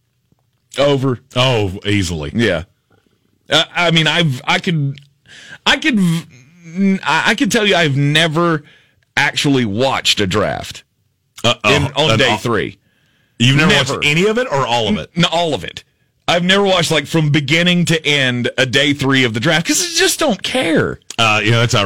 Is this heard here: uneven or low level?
no